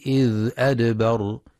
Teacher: وفي قوله تعالى والليل إذ أدبر، ينتبه القارئ برواية حفص لسكون الذال في إذ مع بيان صفة الرخاوة، فلا يقرأ بالفتح والمد إذا أدبر.